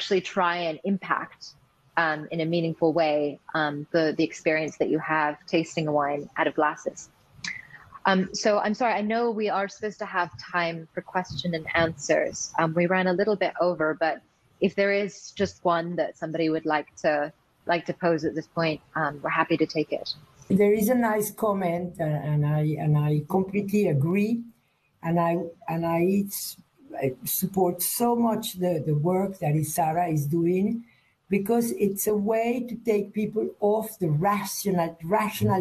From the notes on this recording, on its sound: These sessions were recorded through Swapcard at the Wine2Wine 2021 Business Forum and are being replayed here on the Italian Wine Podcast! Wine2Wine is an international wine business forum, and has been held annually in Verona, Italy since 2014.